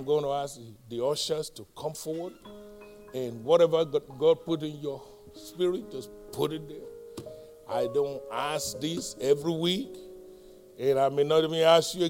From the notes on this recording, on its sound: live-recording